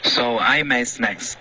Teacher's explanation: 这个 I made 结尾要有一个干脆的停顿